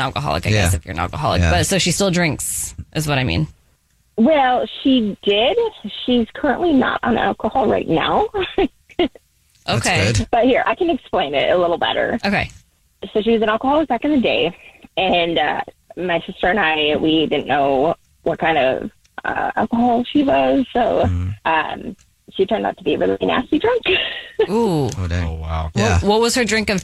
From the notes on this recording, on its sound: The woman on the phone is telling a secret about her mother!